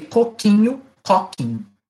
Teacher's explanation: in these mid-vowels, they are now in pretonic position, but they keep their original quality, and they are contrastive